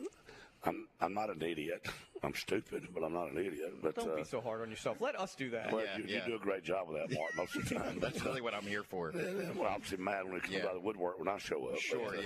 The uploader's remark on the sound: High School Gameday at Theodore. LIVE at Theodore High School!